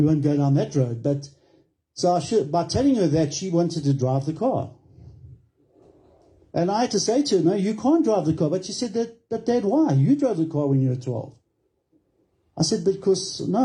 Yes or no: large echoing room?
yes